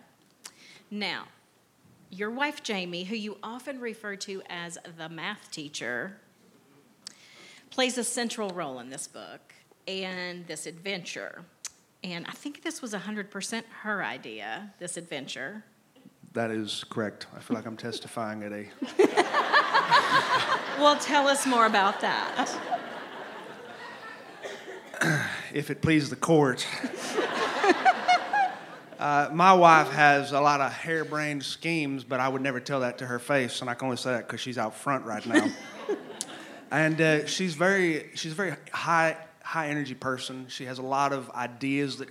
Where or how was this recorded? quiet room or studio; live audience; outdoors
live audience